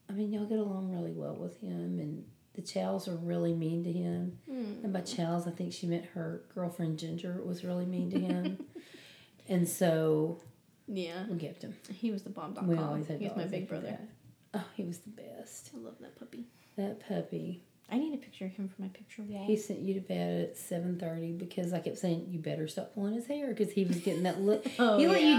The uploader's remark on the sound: We recorded together in my home office for the episode, so forgive the reverb!